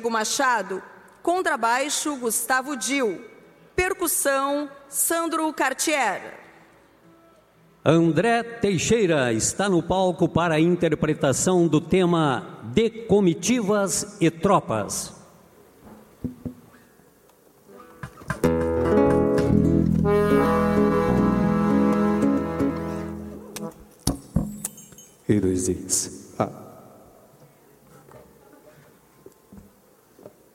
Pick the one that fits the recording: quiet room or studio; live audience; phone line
live audience